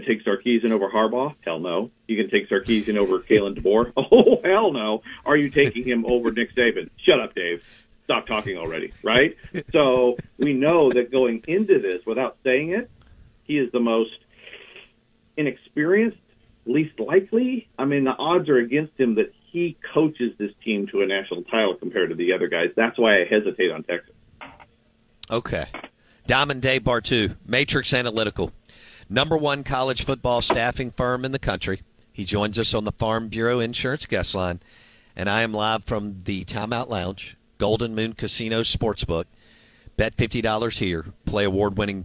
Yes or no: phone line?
yes